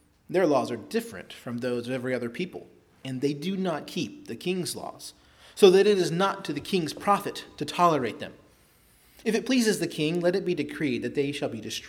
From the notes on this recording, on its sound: preached at Christ Our Savior Baptist Church